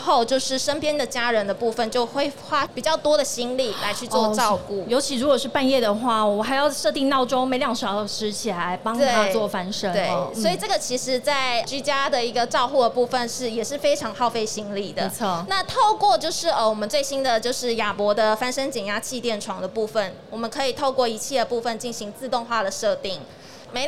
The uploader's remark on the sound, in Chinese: 2022 Medical Taiwan台灣國際醫療暨健康照護展 -Live Podcast